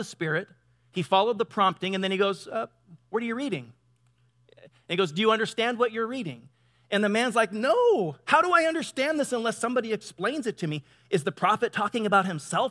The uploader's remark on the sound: Delivered on 19 November 2017 at Grace Church of La Verne .